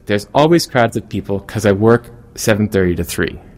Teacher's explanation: She actually pronounced that word work, moving her tongue forward a tiny bit compared to most pronunciations that she herself made elsewhere in the conversations.